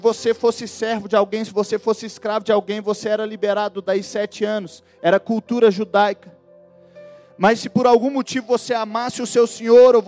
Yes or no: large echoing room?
yes